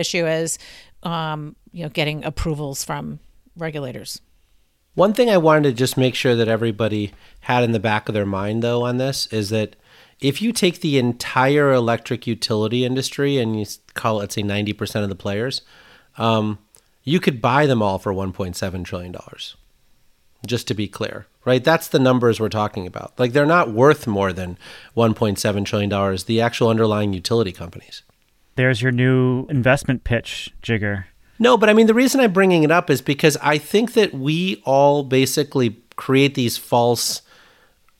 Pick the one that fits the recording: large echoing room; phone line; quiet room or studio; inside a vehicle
quiet room or studio